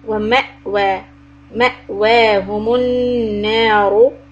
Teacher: The word معجزين ميم ضمة and then the عين so flatten the lips معجزين and then we have the همزة with the سكون ومأواهم so make it clear and give the little hiccup